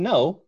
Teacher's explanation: They stopped doing gn and kna sequences word initially, just left the nasal there.